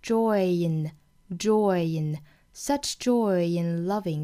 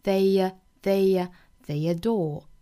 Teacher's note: joy 和 in 元音加元音的连读，我们要加一个小小的耶的音发出来